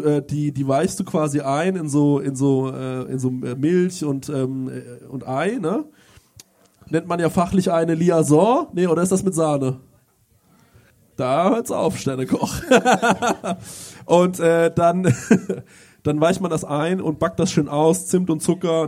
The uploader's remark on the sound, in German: Wir haben es tatsächlich durchgezogen und mit unseren Hörern eine Planwagenfahrt durch die hessischen Weinberge um Groß-Umstadt gemacht. Und wir haben das erste Mal live vor Publikum gepodcastet!